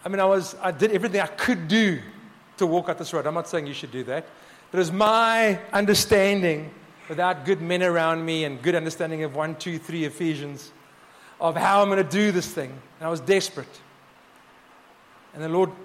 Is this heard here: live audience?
yes